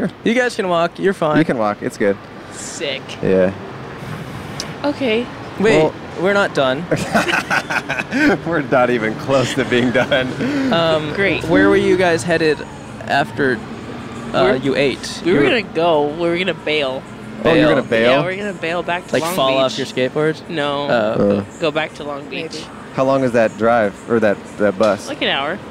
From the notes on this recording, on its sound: Recorded in front of Grand Central Market in Downtown Los Angeles.